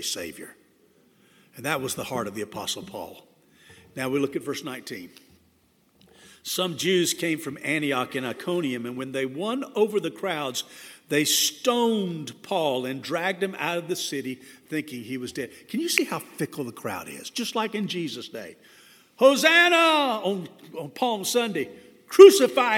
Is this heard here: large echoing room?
yes